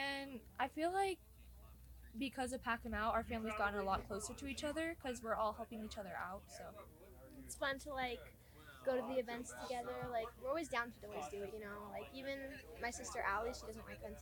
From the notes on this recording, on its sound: Live from Mountain Archery Fest. I love sitting down face to face to record episodes!